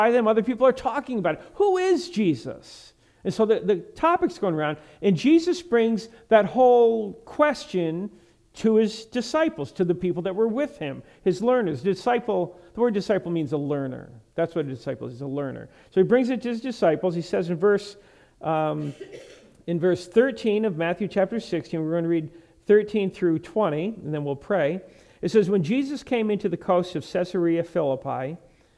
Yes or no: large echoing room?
yes